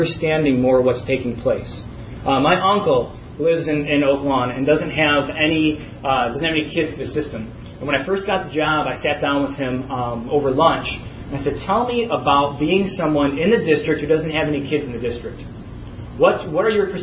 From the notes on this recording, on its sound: TechForum Chicago 2011 presentation on May 6